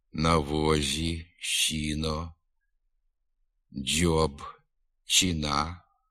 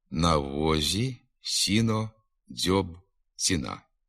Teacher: Звуки ж «з», «с», «дз», «ц» мають менший ступінь м'якості. Дуже м'яка, трохи шепелювата вимова приголосних «з», «с», «дз», «ц». · Shown in: first take